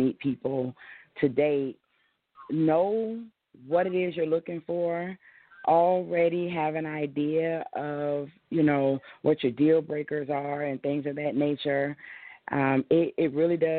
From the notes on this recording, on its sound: We present those questions to you on this week's live call-in edition of the Talk 2 Q Radio Show.